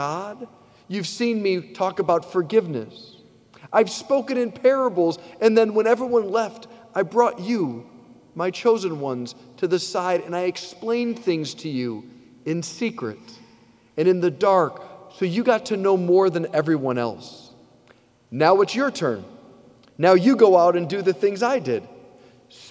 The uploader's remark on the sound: preached this homily on June 25, 2023 at St Basil the Great Catholic Church in Brecksville, OH